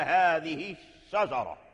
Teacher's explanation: فأدغم اللام في الشين فأصبحت الشجرة · Term: إدغام خالص